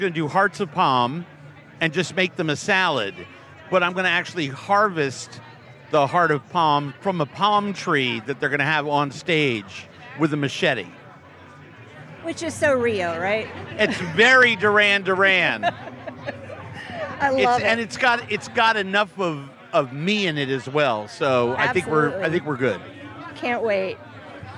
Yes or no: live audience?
yes